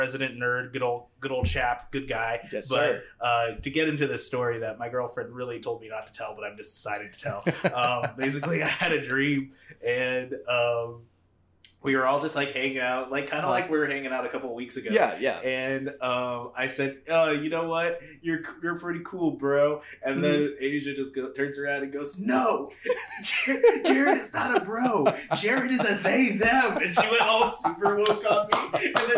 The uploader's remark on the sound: unfortunately, some of our equipment crapped out on us